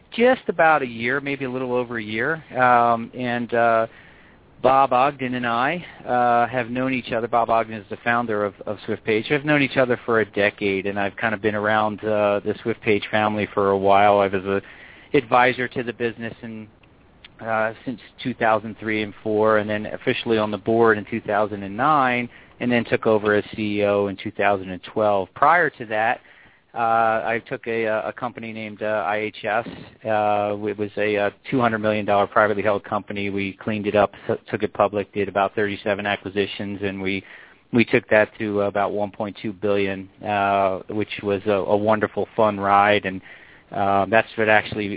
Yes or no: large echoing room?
no